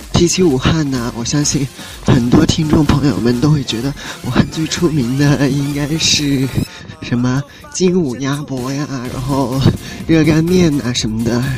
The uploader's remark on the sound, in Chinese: 录制在城市的车水马龙让你近距离感受武汉的气息。